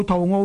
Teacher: 如果读做图傲呢，上一个字呢系读平声，下一个字呢就去声